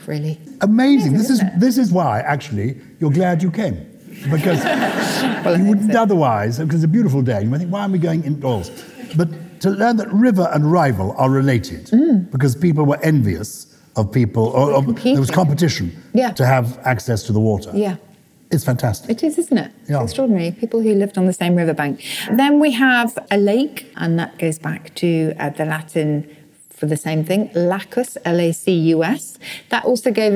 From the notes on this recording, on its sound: We are live and direct from Salisbury Playhouse!